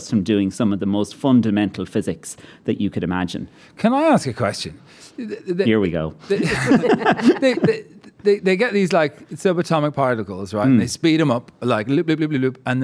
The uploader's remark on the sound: Recorded in front of a live audience at the Dublin Royal Convention Centre.